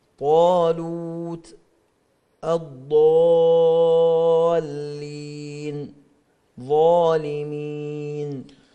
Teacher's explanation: الألف المفخمة، وهي التي يخالف تفخيمها شيء من الواو